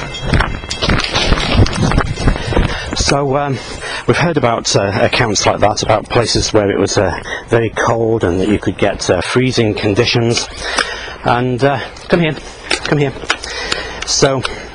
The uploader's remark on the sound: While out walking his dog. Who just barks at trucks.